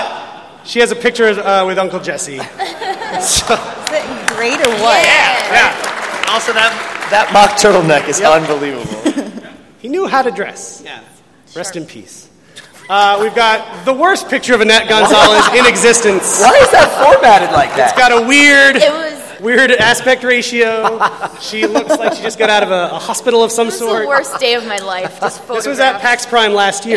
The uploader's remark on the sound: Episode 103 - PAX Prime 2013. This week's episode was recorded in front of a LIVE studio (panel) audience at PAX Prime 2013.